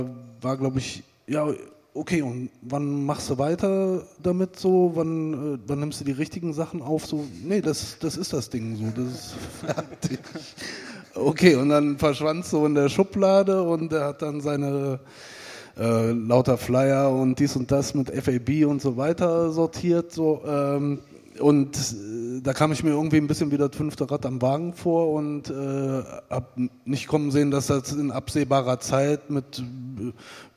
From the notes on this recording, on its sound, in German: In Köln gesellten sich gleich drei Deutschrap-Urgesteine zu den beiden auf die Bühne